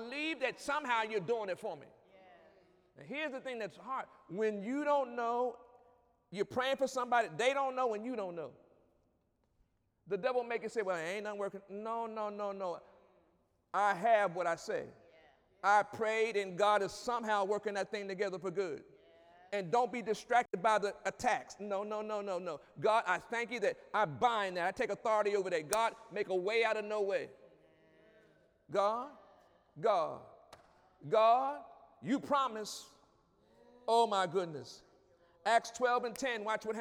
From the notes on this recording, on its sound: During Wednesday night service on June 21, 2017